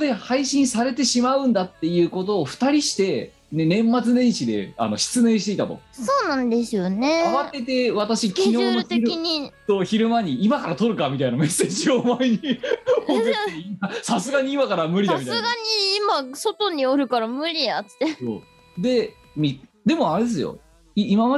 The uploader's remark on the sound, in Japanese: 本番組はリモート収録です。収録時環境の影響により、聴き取り辛い部分があります。途中でノイズ等入りますが、収録時のものです。